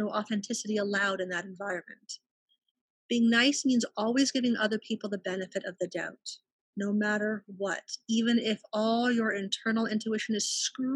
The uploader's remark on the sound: Each episode of The BTG Ppodcast is recorded LIVE during my virutal Healing Circles. These free virtual gatherings that take place twice a month.